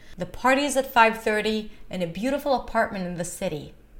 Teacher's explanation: In a beautiful apartment, that's the primary stress of the sentence, in the city. Although it's the last content word of the sentence, it's not the primary stress. So you just sustain it a little higher in pitch, a little longer, but that's about it.